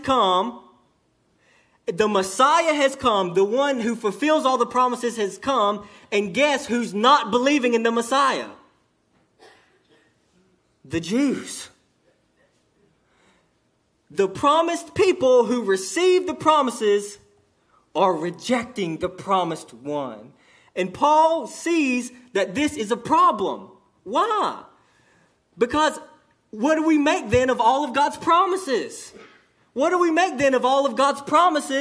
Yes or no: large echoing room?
yes